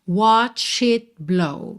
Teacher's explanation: Percebe que você não ouve o T de it, tá? Porque consoantes oclusivas, que aí estão pintadinhas de vermelho, podem aparecer mais, menos ou nada, certo?